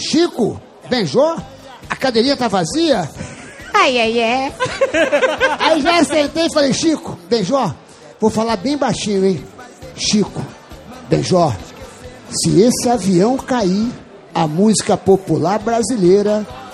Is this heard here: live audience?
yes